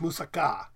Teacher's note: it should be pronounced moussaka, with an emphasis on the last K-A. Actually, it'd be Greek moussakas, actually, but moussaka would be how you pronounce it.